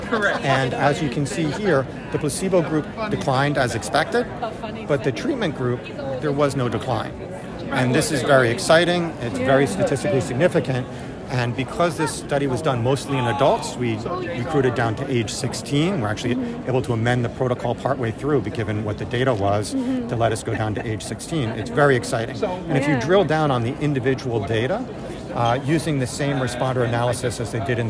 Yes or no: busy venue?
yes